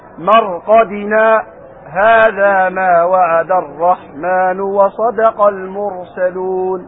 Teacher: تقف على مرقدنا يعني تسكت سكتة لطيفة